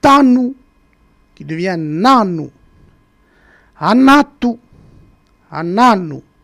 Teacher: le T qui se transforme en N. Tanu, qui devient Nanu.